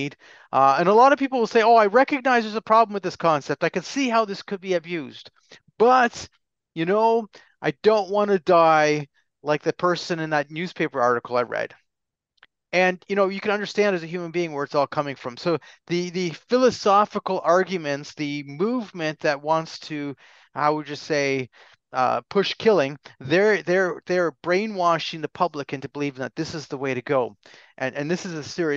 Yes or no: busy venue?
no